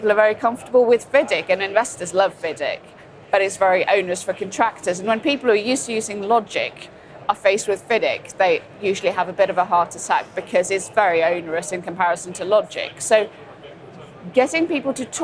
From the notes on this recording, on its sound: From the show floor at the Offshore Europe Conference.